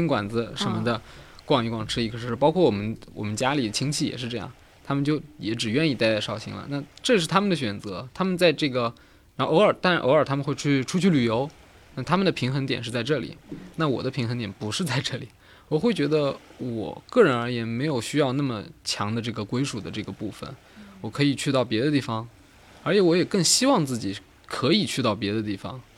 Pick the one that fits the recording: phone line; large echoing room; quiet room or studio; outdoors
outdoors